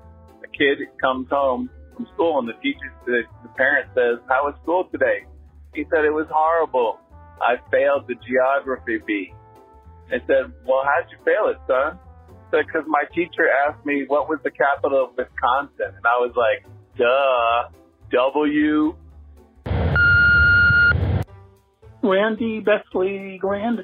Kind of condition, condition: link, phone line